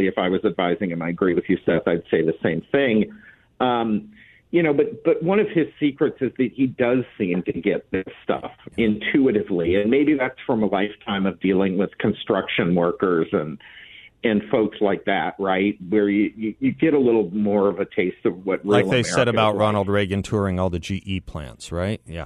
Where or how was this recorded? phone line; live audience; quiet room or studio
phone line